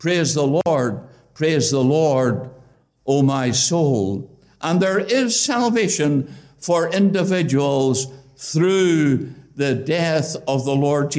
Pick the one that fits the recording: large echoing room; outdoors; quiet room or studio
large echoing room